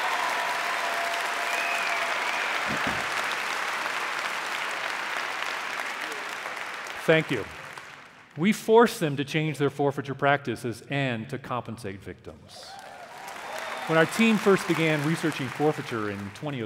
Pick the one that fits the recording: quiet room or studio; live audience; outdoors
live audience